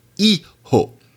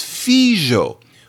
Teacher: Well, in Ladino, j, you still have that same area, or the f, so hijo. It's spelled with an H, which is no longer pronounced. · Shown in: first take